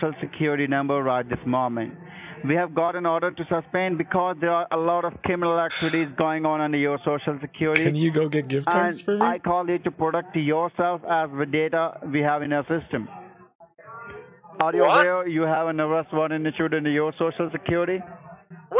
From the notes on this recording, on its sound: An old grandpa on the phone with scammers who are pretending to be working as federal DEA agents.